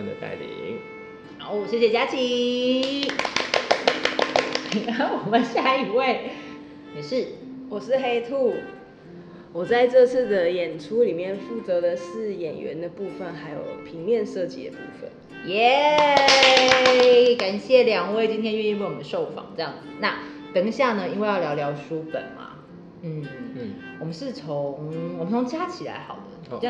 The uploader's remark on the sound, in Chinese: 沒有文本的劇場形式，只有觀眾的真實人生。透過主持人提問邀請，現場觀眾說出自己的感受，。由劇團立即即興重現，。